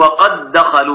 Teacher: اتفقوا على إدغام دال قد في مثلها أيضا · Term: إدغام متماثل